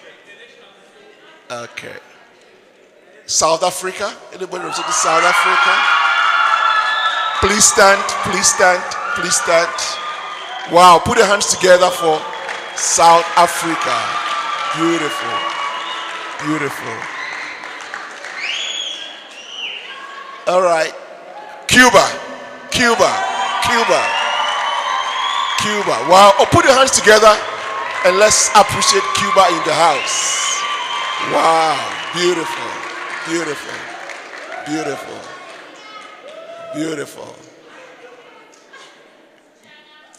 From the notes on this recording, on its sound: Preached at the International Sunday Service, Windhoek Namibia.